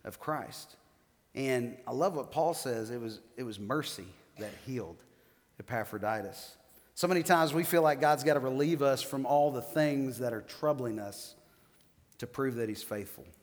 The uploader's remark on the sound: 7th message of the "Philippians" sermon series at The Fellowship. Recorded live on September 15, 2019.